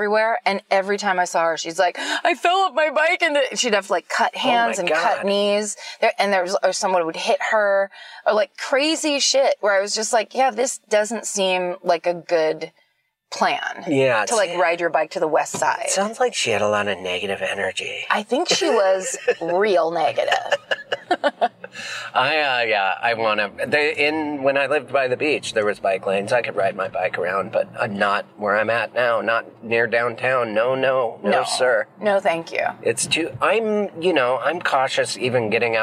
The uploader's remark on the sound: In the Car